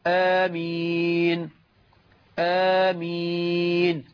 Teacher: الصواب أن تمد الألف حركتين وتمد الياء 4 حركات مد عارض للسكون